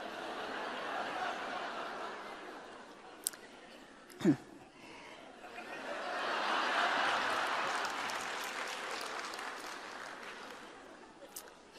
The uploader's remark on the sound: a remarkable address at the University of Minnesota